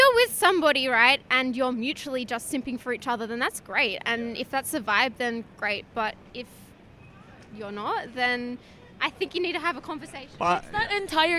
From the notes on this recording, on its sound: We pop a squat outside the apple store on George street in Sydney.